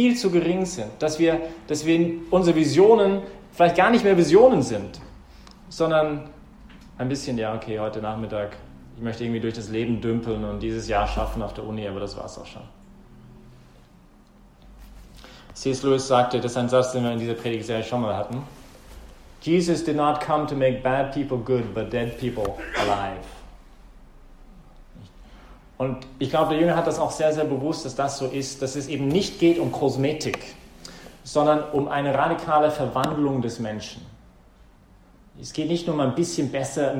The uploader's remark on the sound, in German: Die Predigt fand während der BeFree Messe. Im Zentrum Johannes Paul II.